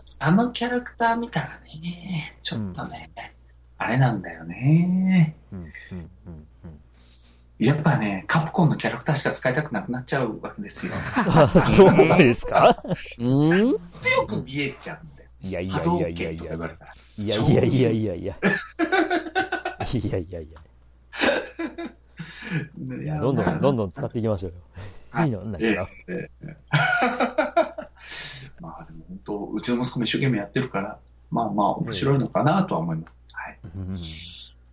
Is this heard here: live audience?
no